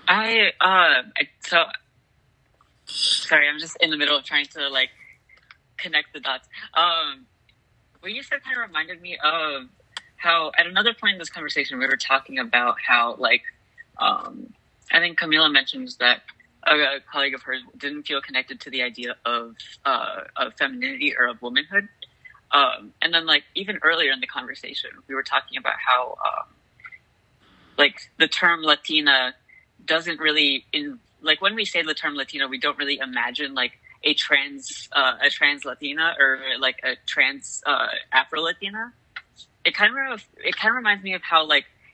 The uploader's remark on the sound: Apologies in advance for any issues with the audio quality! We recorded over facetime.